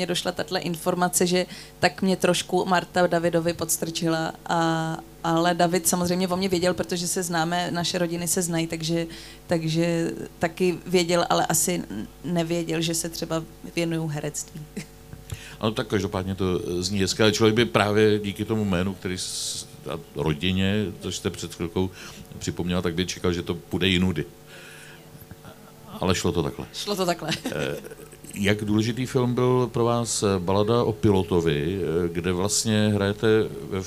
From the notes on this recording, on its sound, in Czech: Zlín Film Festivalu. Přišla do Festival Cafe na rozhovor.